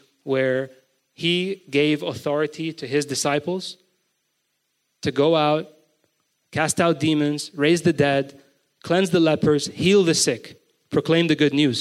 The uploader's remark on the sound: GoChurch Beirut's BIG SUNDAY GATHERING (recorded live on March 12, 2023) in Beirut, Lebanon